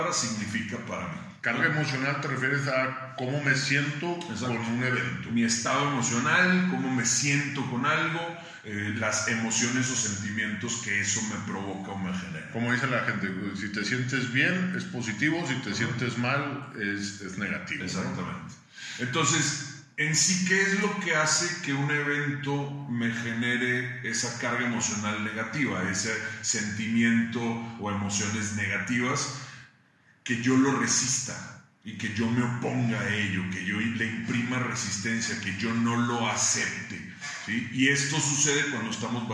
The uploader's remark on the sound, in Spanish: Una disculpa por el audio... Se grabó de emergencia.